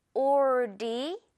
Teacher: 마지막 이 A 부분을 우리 에 발음으로 한번 처리를 해볼까요?